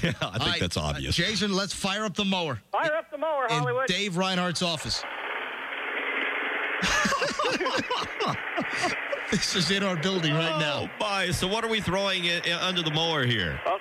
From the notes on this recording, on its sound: Personal Prank Phone Calls Collection